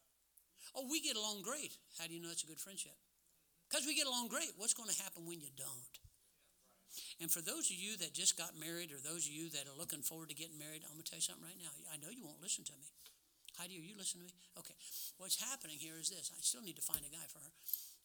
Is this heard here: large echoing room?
yes